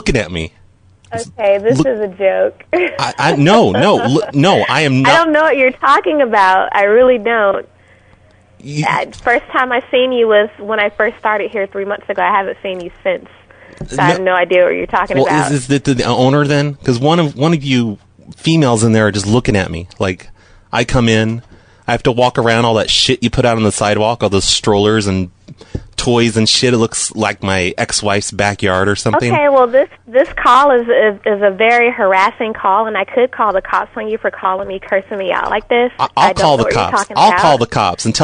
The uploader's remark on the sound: Prank Phone Calls